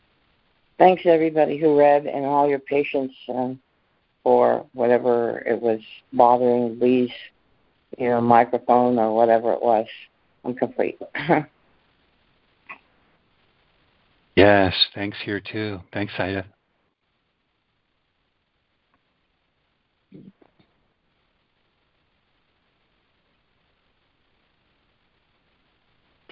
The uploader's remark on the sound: ACIM Daily Conference Call